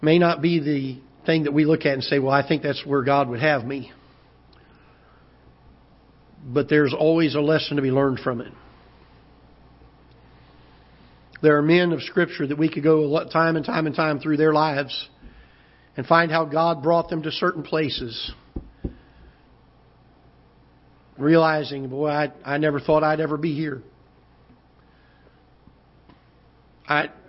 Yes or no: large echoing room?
yes